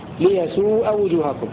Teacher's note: وضم الهمز والمد عدلا سما، أي قرأ حفص وأهل سما بضم الهمز وبعدها واو ضمير الجمع هكذا ليسوء وجوهكم، هكذا يقرأ حفص وأهل سما. وقرأ الباقون بفتح الهمزة بدون واو بعدها